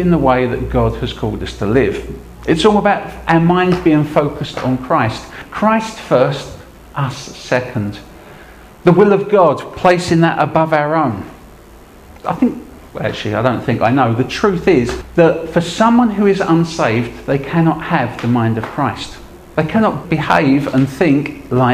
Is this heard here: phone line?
no